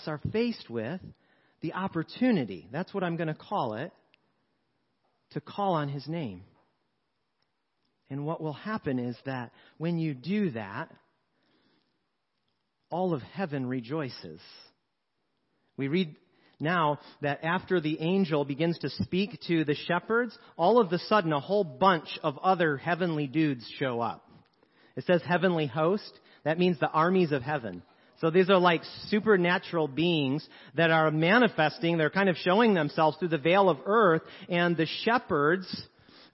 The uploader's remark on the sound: 7PM Service. Sermons preached at Church of the Good Shepherd, Maitland, Florida.